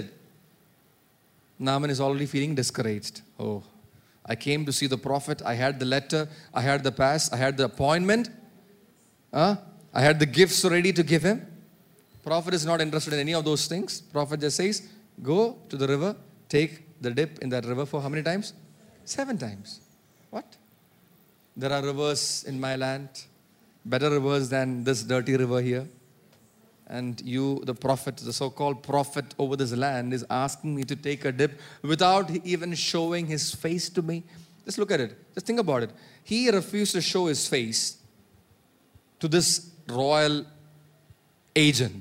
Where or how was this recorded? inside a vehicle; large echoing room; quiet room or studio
large echoing room